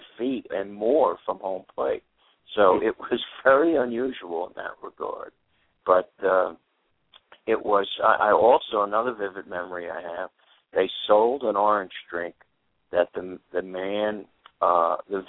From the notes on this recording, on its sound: will call